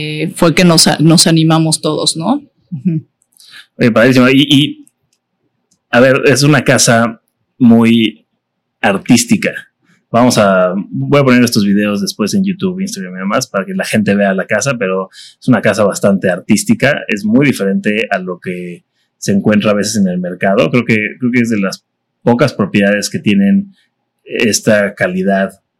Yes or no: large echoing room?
no